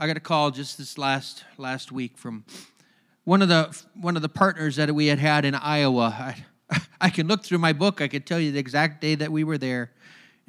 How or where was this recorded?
large echoing room